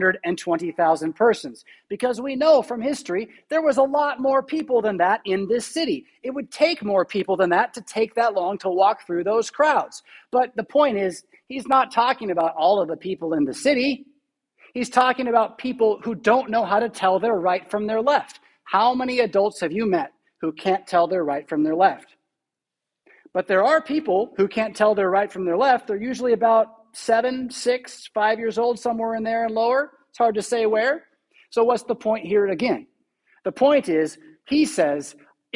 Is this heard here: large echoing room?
yes